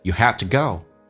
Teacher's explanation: have to 降调气流给一点点